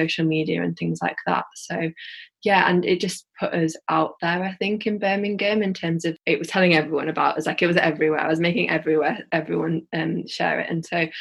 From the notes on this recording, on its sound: this was recording in lockdown over Zoom so the audio is slightly muffled in places